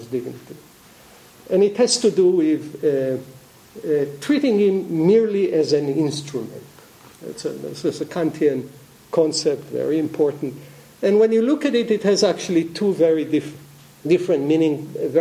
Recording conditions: large echoing room